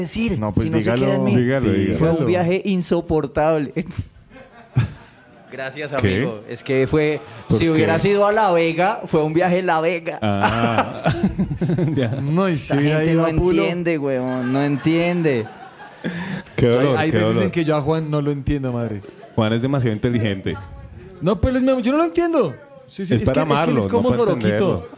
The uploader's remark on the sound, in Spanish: Se dieron la cita con su público en un capítulo en vivo. Disfruten del show que nos costó mucho ponerle las risas grabadas.